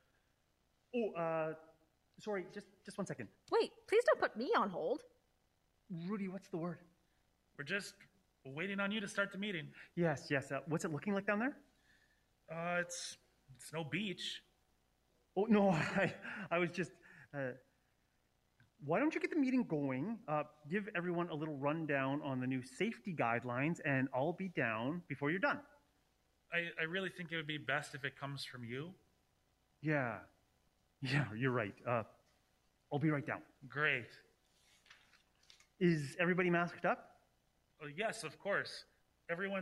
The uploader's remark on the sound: The Last Sunday happens live every last Sunday of every month from October to May at the Broadway Theatre in Saskatoon, SK on Treaty 6 Land and the Homeland of the Metis. This year we are also streaming the event live for people to watch from the comfort of their own homes. This podcast is a recording of those evenings.